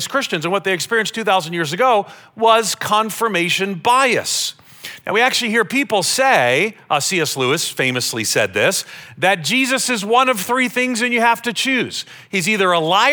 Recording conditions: large echoing room